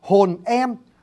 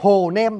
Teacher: Ở giữa chữ hồn và chữ em, thật ra là chữ e đó không phải đứng một mình, nó có một cái phụ âm rất là mạnh, phụ âm đó đặc biệt vô cùng, nó gọi là cái ngắt giọng glottal stop · Shown in: first take